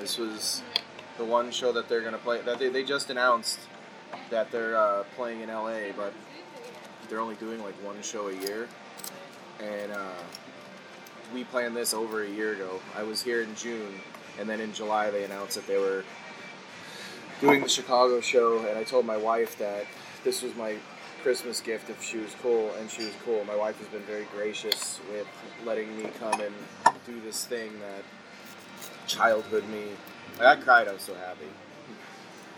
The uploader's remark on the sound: Recorded at Bill's Bar and Burger in downtown Chicago on Sunday, April 28th, 2019.